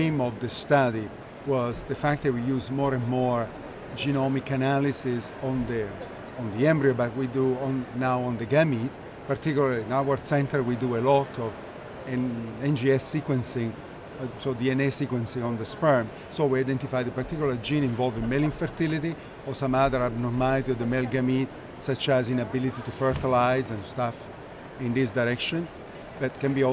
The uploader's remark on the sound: Live from ESHRE 2023